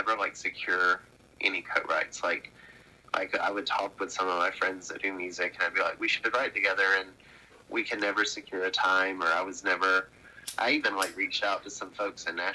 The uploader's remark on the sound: burnt the phone lines